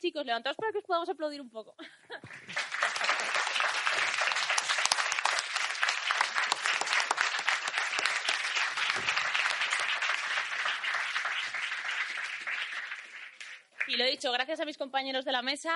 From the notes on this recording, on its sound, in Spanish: El programa en directo que grabamos en Akira Cómics para celebrar nuestra quincuagésima edición. Al grabarse el programa en un espacio abierto y con público el sonido se vio afectado.